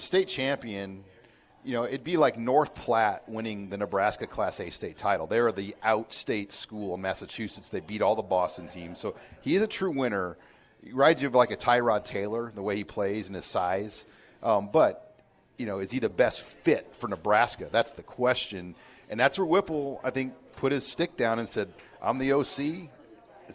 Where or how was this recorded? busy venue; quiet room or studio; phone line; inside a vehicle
busy venue